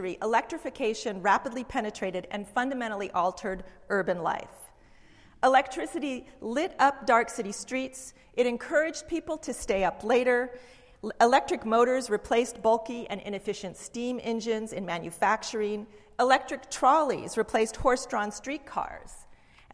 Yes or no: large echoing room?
yes